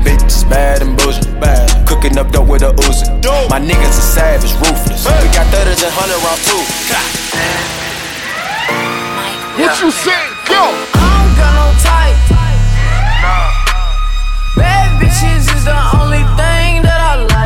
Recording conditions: busy venue